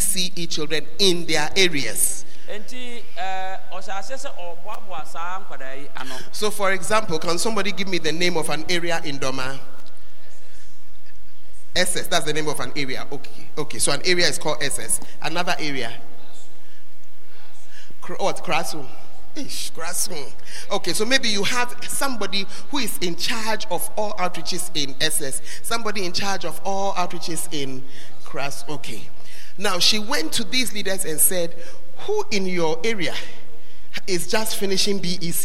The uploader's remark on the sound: on Day 2 Morning at The Art of Evangelism Conference, CPIC-Dormaa Ahenkro